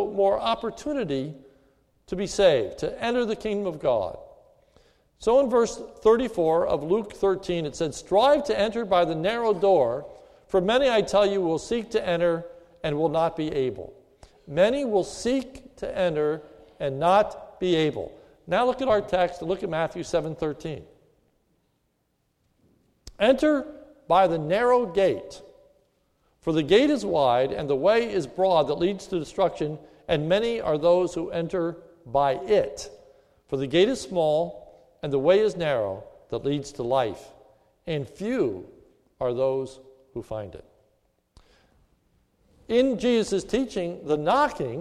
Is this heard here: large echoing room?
yes